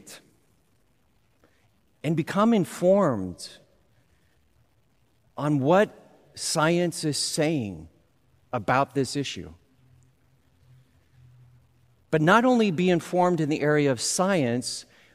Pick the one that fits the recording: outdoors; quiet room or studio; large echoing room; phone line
large echoing room